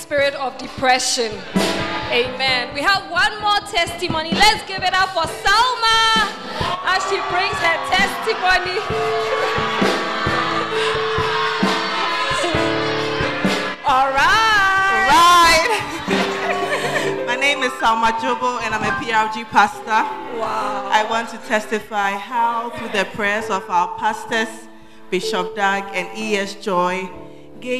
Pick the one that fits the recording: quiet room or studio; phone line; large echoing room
large echoing room